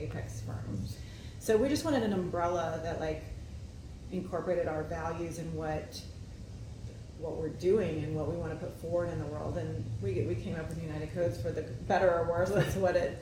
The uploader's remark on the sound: I caught up with her at the Kscope22 conference in Dallas Texas